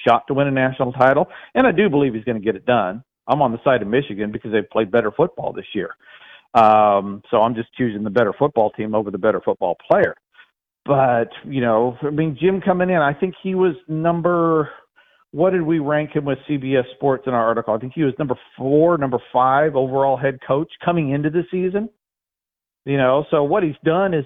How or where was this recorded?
phone line